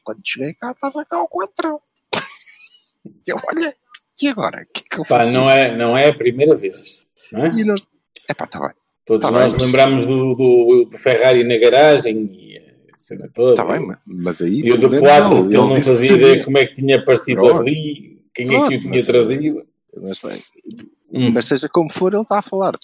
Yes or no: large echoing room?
no